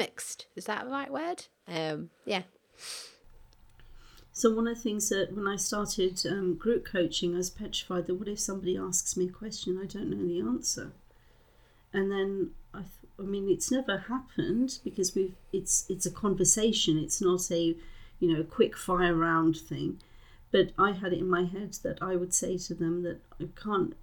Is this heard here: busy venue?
no